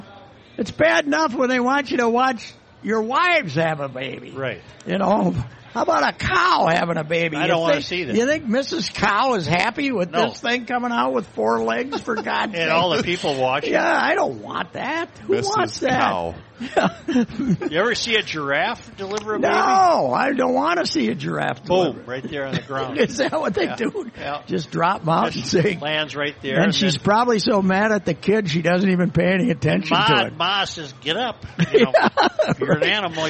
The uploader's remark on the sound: broadcasting live from the MN State Fair